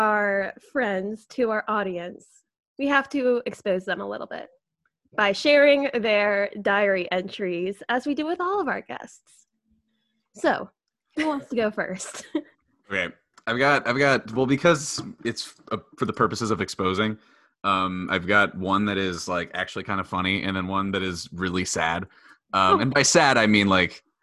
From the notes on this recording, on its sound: Four Idiots, One Zoom Call.